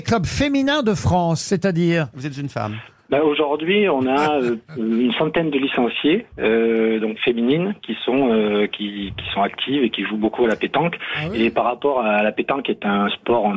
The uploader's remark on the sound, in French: LE COUP DE FIL DU JOUR. Au téléphone des Grosses Têtes.